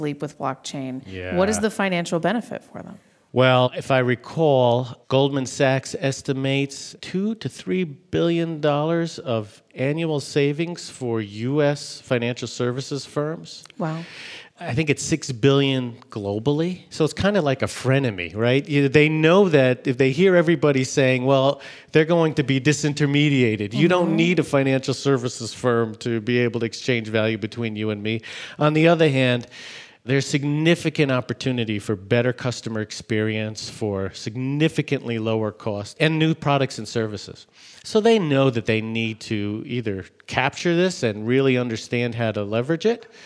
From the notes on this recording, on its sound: joins us live from HPE Discover in Madrid